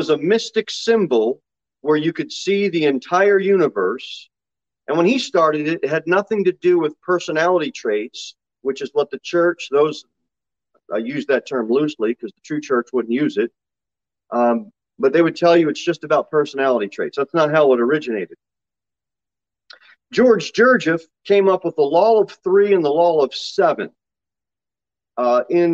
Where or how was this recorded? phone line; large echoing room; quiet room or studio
large echoing room